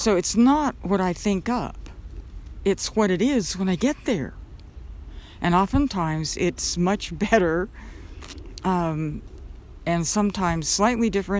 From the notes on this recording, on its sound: Walking in the park on a cool and cloudy, rainy day. You may be able to hear the stream as it tumbles over rocks and a few branches.